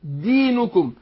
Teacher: احذر برضو من ان انا فخم الدال، لان لو فخمت الدال هتبقى ضاد